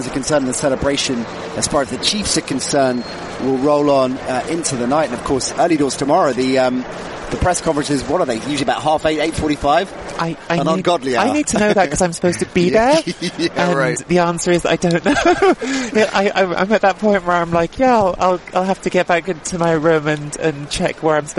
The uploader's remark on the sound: Live from the Hard Rock stadium only moments after the Kansas City Chiefs had won Super Bowl 54.